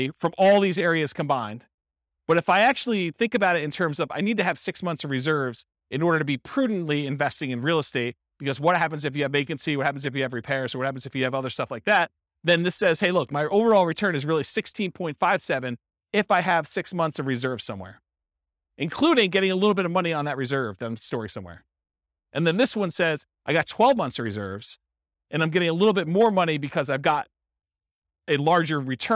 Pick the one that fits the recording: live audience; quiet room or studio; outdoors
live audience